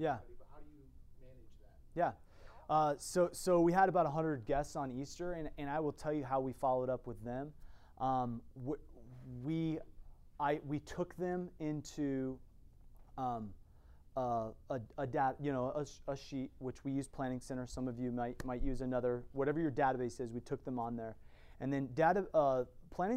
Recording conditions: large echoing room